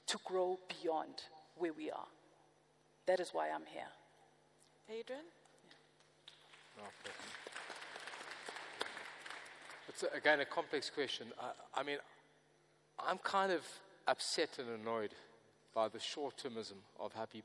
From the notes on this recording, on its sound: Opening Session of the 4th South Africa Investment Conference Sandton Convention Centre, 24 March 2022. Opening Session of the 4th South Africa Investment Conference Sandton Convention Centre.